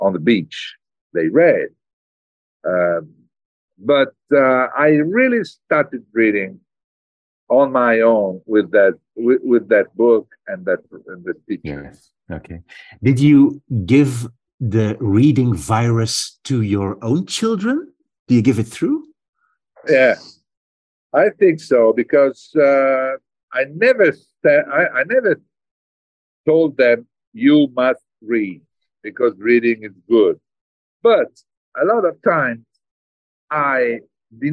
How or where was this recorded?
video call